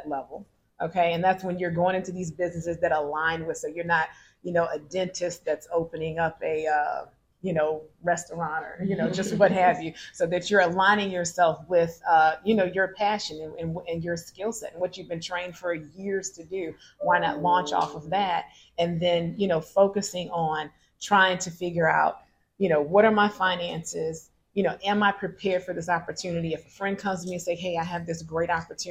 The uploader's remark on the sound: Live coverage of the CBC Networking Mixer. Listen in on some of the panel discussions from several successful business owners.